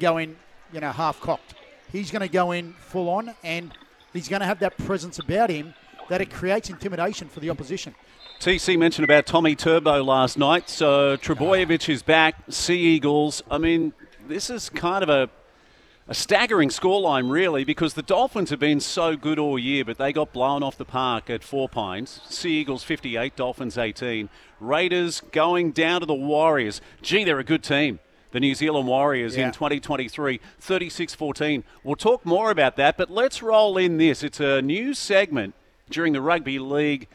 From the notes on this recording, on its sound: live from Terrigal Basketball Stadium